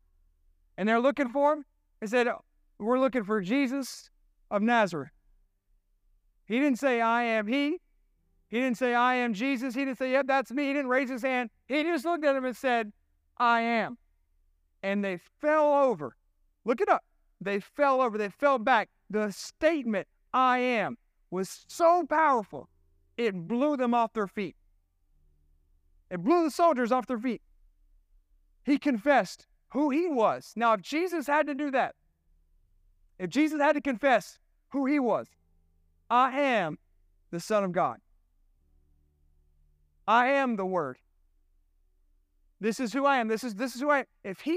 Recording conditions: large echoing room